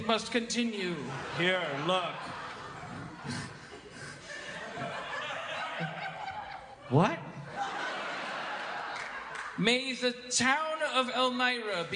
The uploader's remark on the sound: Live At JFL Toronto 2016.